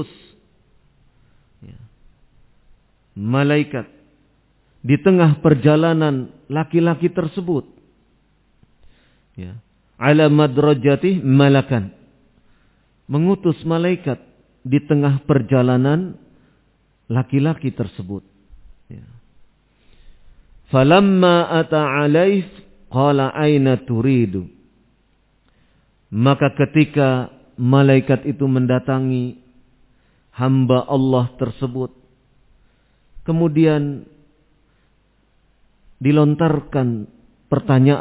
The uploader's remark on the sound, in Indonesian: Audio Rekaman Kajian. Tempat : Masjid Annur, Ma'had Dzunnurain Limo Depok.